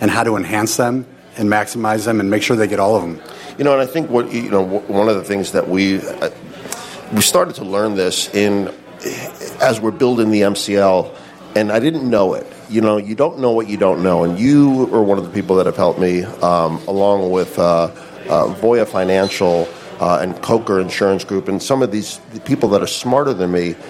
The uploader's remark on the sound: The Workers’ Mic live at Café Bionda. The first live show from Café Bionda in the South Loop in Chicago!